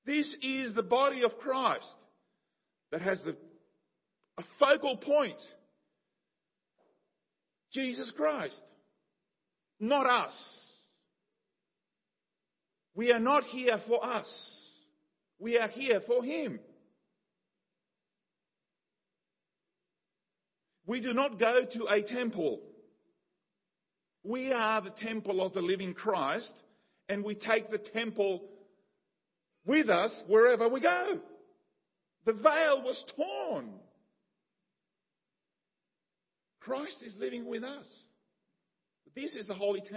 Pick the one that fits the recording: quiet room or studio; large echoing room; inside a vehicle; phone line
large echoing room